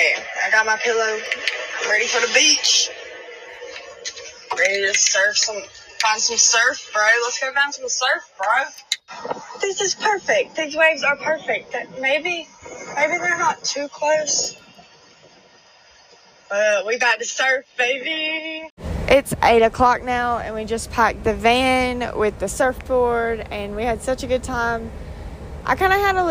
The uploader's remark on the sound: Today's episode has a lot of mess ups and screw ups in recording/audio!